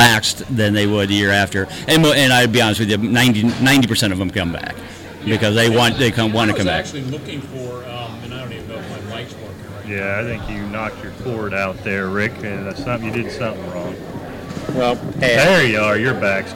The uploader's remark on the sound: Have come back to Canton. Join us as we come to you live from radio row at the Pro Football Hall of Fame.